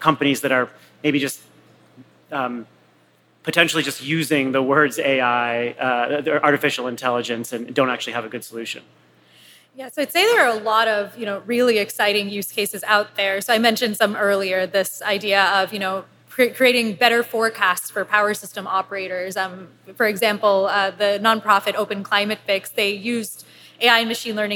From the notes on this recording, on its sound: This week, we feature a live conversation. In this episode, recorded at Greentown Labs.